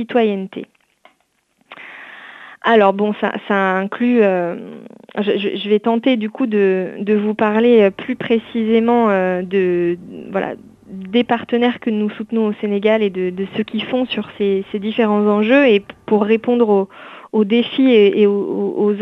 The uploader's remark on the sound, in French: reçoit aujourd’hui par téléphone